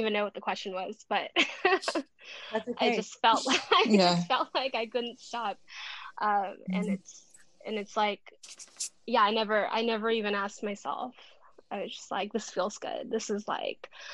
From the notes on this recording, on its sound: A recording of a recent group coaching call.